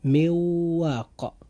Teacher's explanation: مواق مكون من كلمتين: من وواق. جاء بعد النون الساكنة حرف الإدغام بغنة وهو حرف الواو